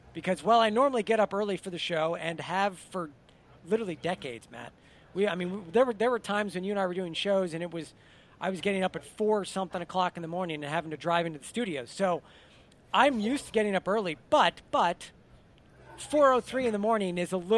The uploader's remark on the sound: We broadcast live from Royal Liverpool